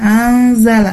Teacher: Ini anzala itu adalah ikhfa hakiki di mana nun sukun itu bertemu dengan huruf zai, ya. Dibacanya itu samar-samar dengan disertai dengungan